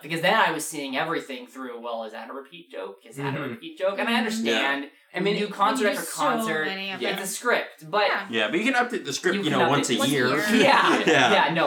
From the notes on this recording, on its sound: Four of the six members of the Whales are Whales Pod-Cast are in the same exact house hold, which means that everyone has super bad audio because no one is professional enough to set up four microphones! Instead, they use one during a thunderstorm and have to use tons of noise cancellation to make anything sound good!